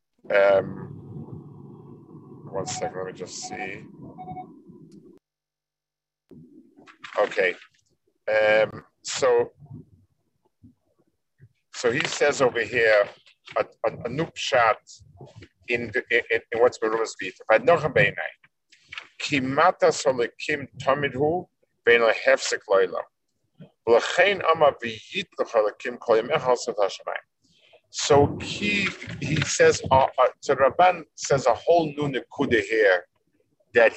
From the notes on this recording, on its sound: This shiur take place over Zoom on Motzei Shabbos.